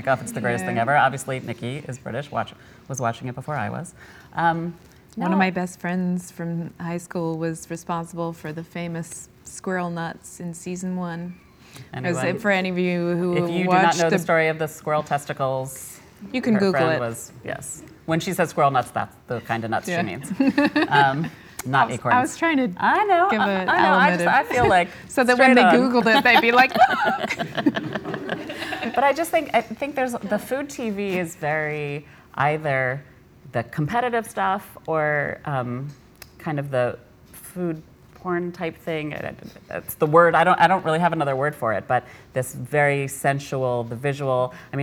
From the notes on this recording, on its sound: At a live event with us.